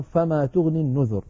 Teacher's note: حذفت منها الياء لفظا اتباعا على نية الوصل